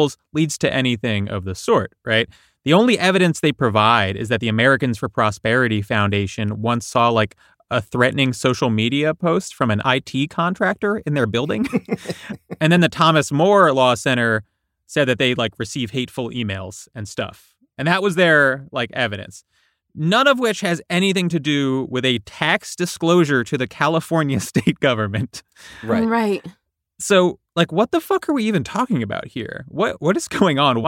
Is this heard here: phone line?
no